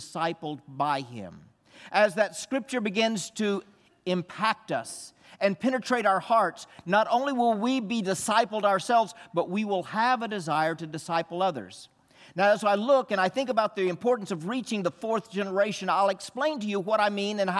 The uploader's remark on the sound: This message was from the Sunday morning worship service during our engage missions conference.